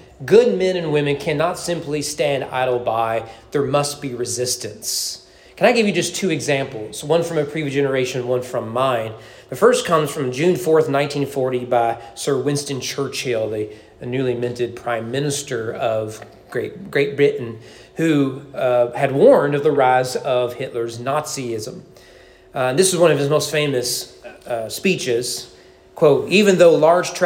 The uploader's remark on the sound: Sermon preached at East Frankfort Baptist Church on October 22, 2023 during evening worship.